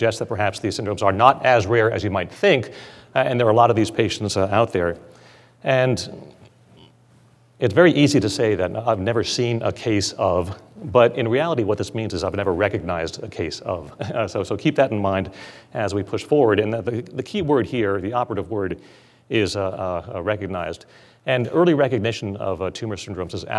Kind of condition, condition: setting, live audience